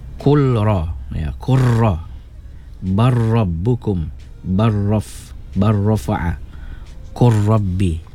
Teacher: Baik, hukum bacaannya izhar mengikut bacaan riwayat Habs, kecuali pada huruf lam dan ra, wajib diidghamkan secara idgham kamil tanpa dengung. Ya, idgham ini dinamakan idgham mutaqaribain saghir, ya, artinya memasukkan dua yang berhampiran kecil.